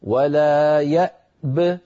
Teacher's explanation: فإن وقفنا نسكن الباء ونقول ولا يأب، أعيد ولا يأب، فنسكن الهمزة ونسكن الباء مع قلقلتها هكذا ولا يأب، ولنحذر من قلقلة الهمزة التي قبل الباء.